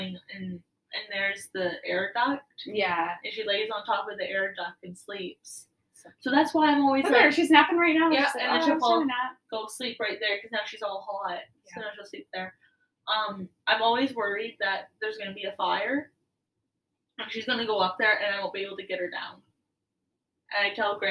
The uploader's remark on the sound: We apologize about the audio not sounding very good, its like we don't know what we are doing or something lol.